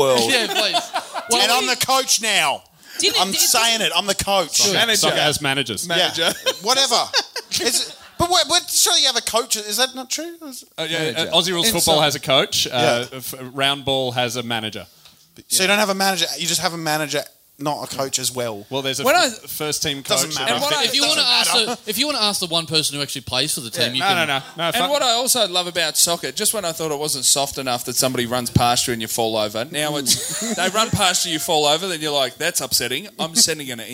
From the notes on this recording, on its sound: Recorded LIVE at The Main Bar in Ballarat